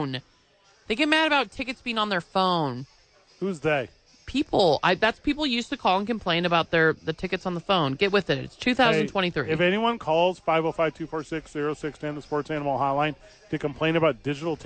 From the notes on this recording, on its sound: live from ABQ AXE